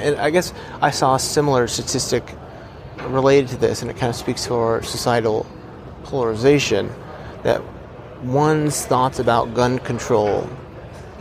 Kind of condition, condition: setting, busy venue